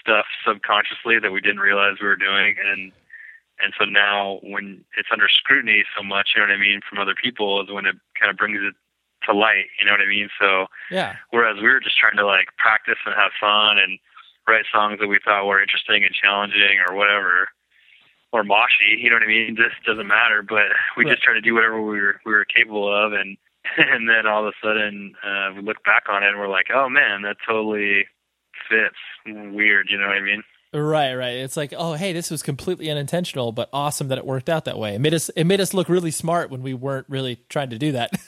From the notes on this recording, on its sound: over the phone